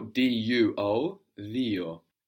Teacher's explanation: So the U in Greek, when it's not in combination, like in AU giving us AVO, AF, or EU giving us EVO, F, the U, not in combination by itself, gives us an I sound.